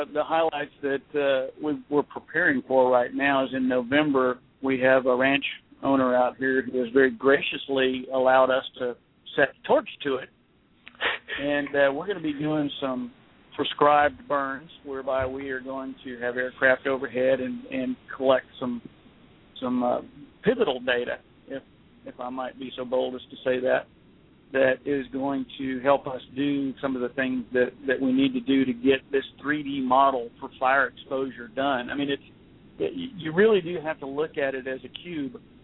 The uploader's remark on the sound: calling in live from a firefighting exercise